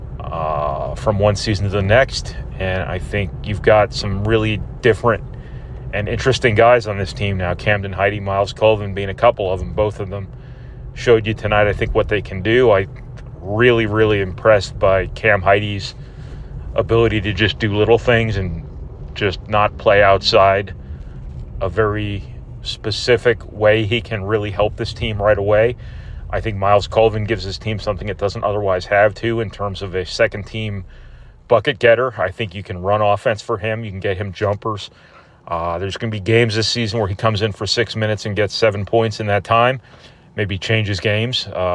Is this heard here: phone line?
no